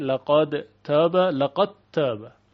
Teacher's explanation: در روایت دوری از ابی عمرو بصری دال در تا ادغام میشه